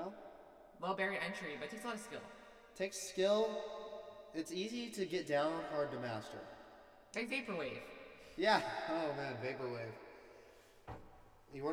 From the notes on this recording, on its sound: Sorry for the terrible echo, it was definitely unintentional.